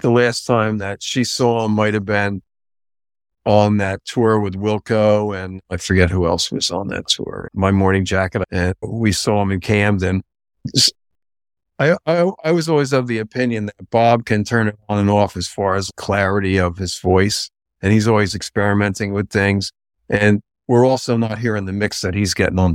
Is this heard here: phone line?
no